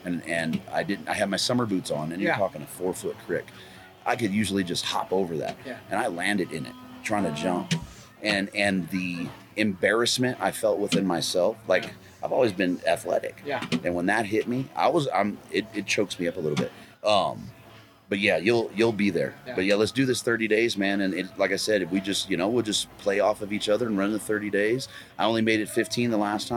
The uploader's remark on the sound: Mountain Archery Fest Live episode